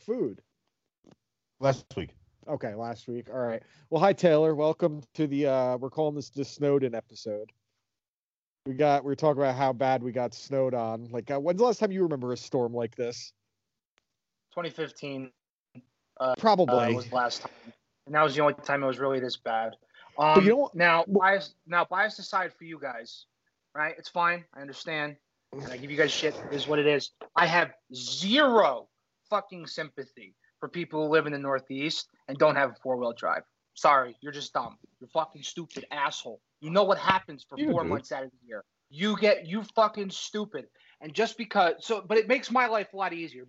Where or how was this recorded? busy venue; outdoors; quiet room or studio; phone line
phone line